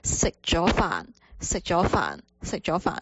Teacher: 其实有些时候我们不会特别去强调说咗咗咗，我们呢只是说好像有一点点轻声的感觉